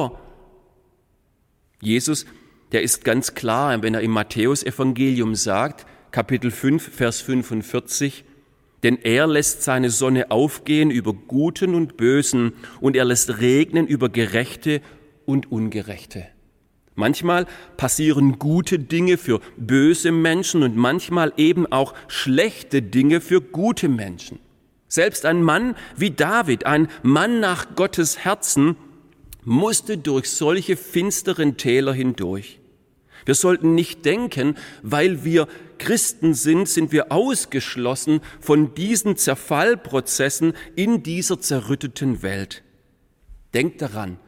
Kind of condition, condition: setting, large echoing room